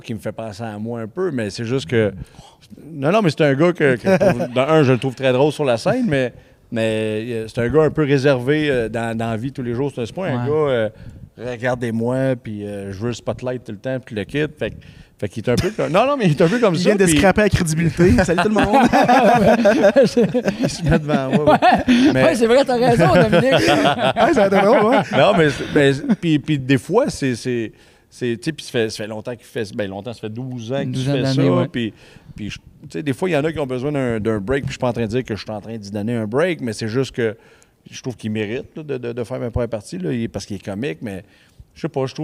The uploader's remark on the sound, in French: Nous avons enregistré l'épisode au Théâtre des Esker d'Amos.